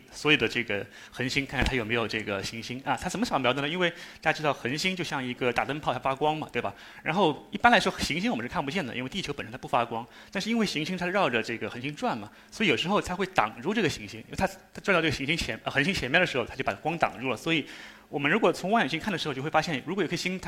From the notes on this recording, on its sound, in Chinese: 一席现场